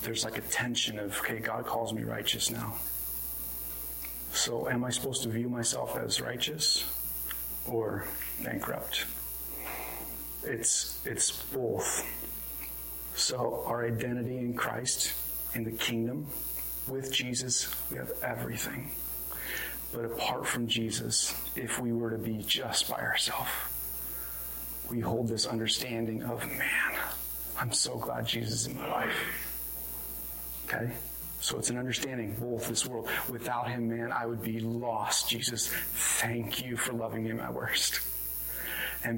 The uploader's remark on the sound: This was recorded on January 30, 2022 at Bethel church in Ridgefield, Wa.